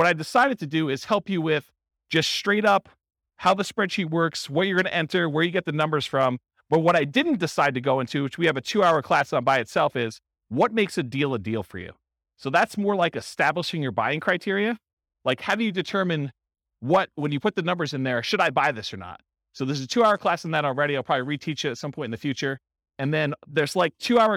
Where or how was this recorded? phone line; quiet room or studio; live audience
live audience